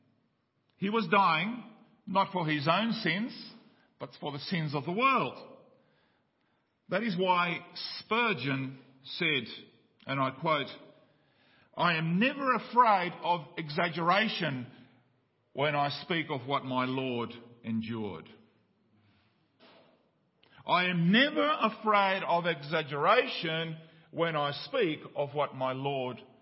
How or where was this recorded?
large echoing room